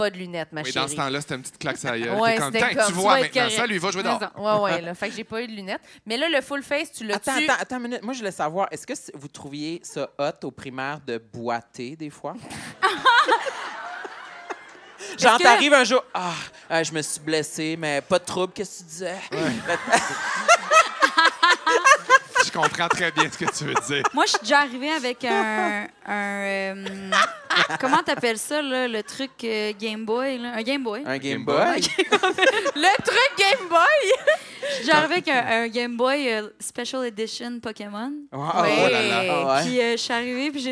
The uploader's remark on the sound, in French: lors de ce LIVE au Lion d'Or de Montréal